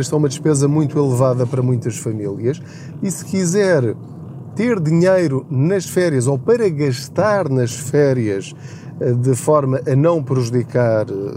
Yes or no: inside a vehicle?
yes